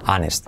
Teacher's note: Saltamos la H, no se hace. Es que no es que saltemos, es que no se pronuncia, ¿vale?